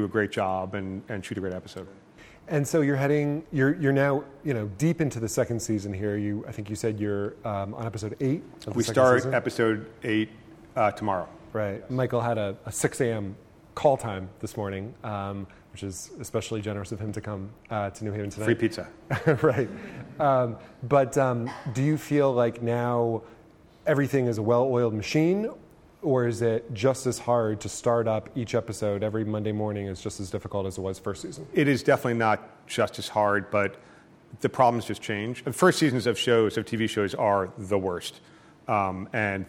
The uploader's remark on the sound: In front of a packed crowd in New Haven.